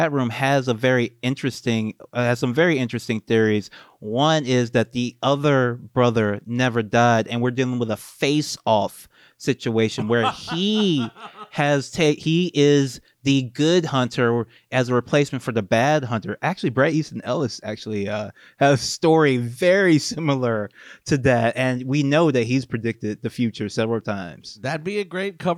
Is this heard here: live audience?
no